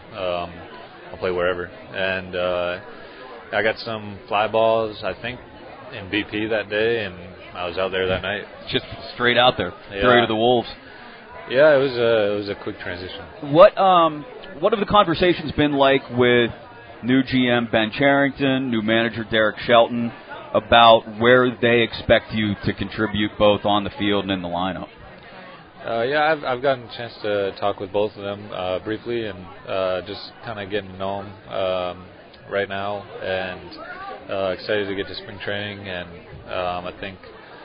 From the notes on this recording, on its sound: LIVE from PiratesFest Saturday afternoon at PNC Park.